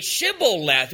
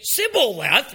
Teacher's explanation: the men from Ephraim were not able to pronounce the SH sound · Shown in: second take